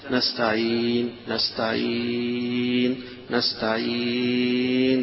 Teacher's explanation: فتقل بالسكون وتمد حركتين أو أربع حركات أو ستة · Term: مد العارض للسكون